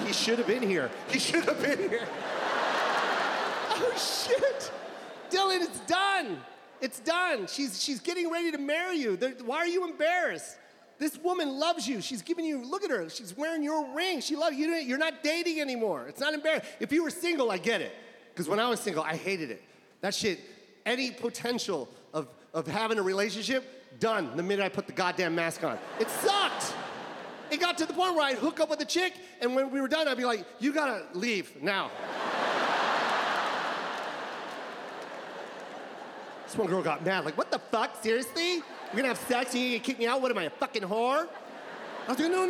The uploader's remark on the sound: In his Netflix special "Live from the LA Forum".